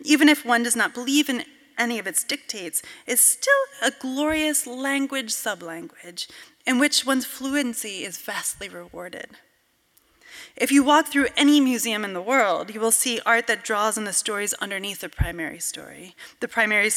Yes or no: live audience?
yes